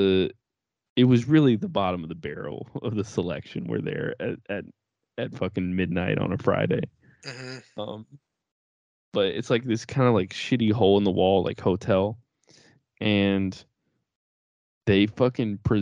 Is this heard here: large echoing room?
no